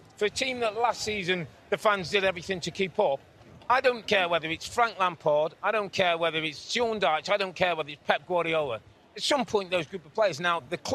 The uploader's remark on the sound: Live From Orlando Fan Fest. Live from the Orlando stage!